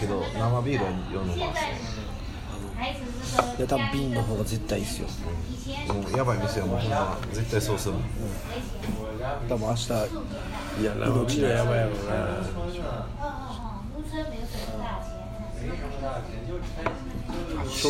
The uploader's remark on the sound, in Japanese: RECORD(お店)より